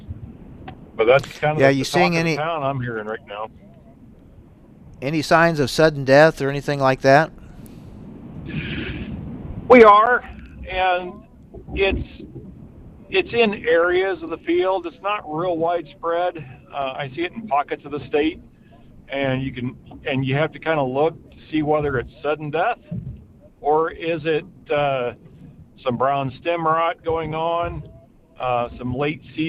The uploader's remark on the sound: live from Farm Progress in Decatur, Illinios